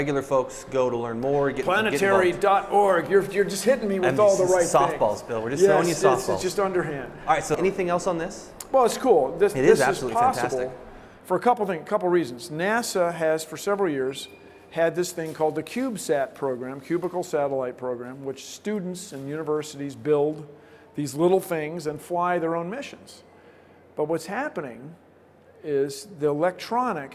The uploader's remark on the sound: at the recent Science and Engineering Festival